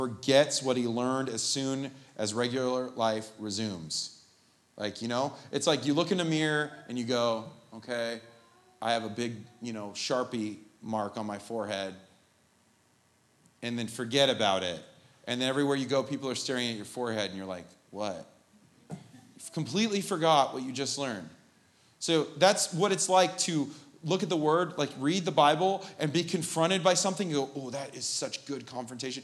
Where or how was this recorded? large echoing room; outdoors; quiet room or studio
large echoing room